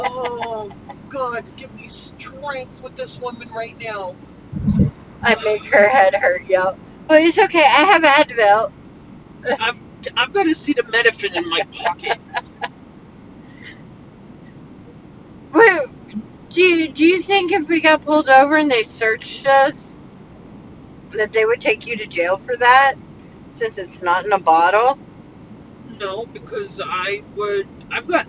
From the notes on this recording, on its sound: 2 girls in a car driving to Georgia at 2 am